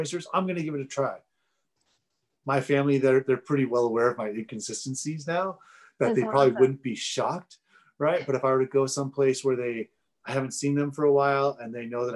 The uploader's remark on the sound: I had the pleasure of having a Zoom interview.